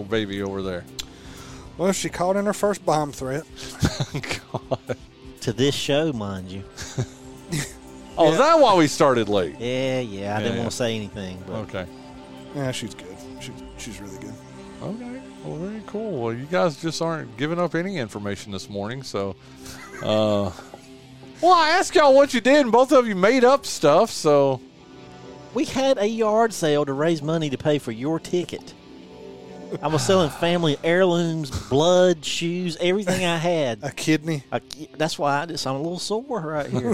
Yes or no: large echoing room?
no